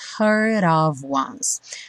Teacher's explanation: Aqui a gente liga o heard no of, e o D do heard virou rarara, então heard of, e o of, som de V, né, nesse of a gente já viu, juntando com once.